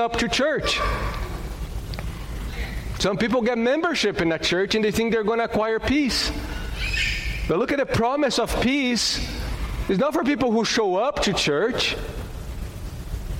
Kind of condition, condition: setting, large echoing room